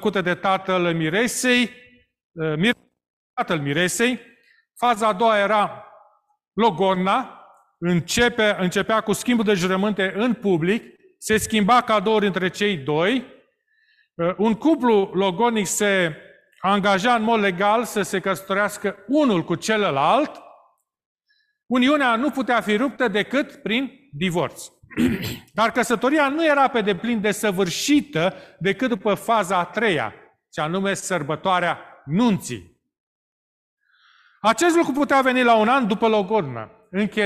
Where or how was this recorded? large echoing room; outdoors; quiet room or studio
large echoing room